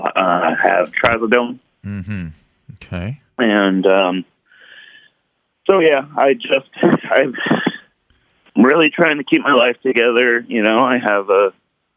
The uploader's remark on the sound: Listener Calls. Listener phone calls.